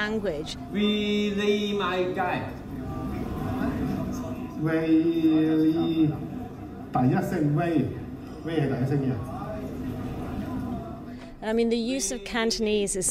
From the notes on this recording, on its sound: A live recording after a screening of Ten Years.